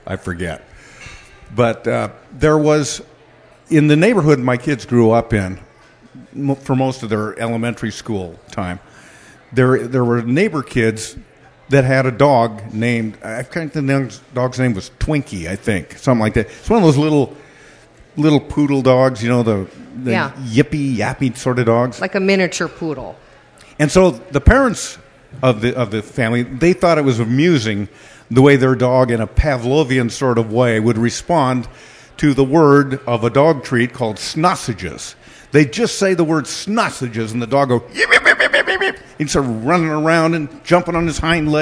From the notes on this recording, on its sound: Part 2 of the live 100th Episode Taping Party